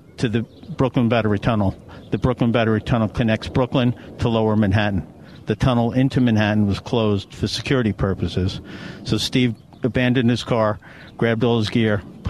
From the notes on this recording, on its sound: broadcasts live from the Makray Memorial Golf Club in Barrington!